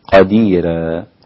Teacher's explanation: رقق ورش الراء أيضا في قديرا فتصير قديرا.